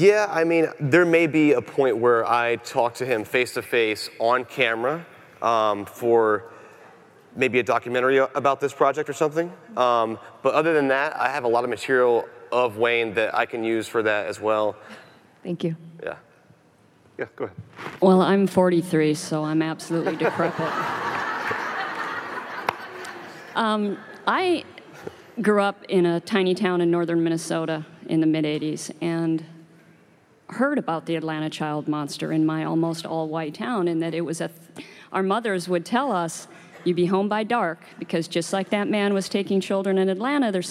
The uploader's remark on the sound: Live from CrimeCon 2018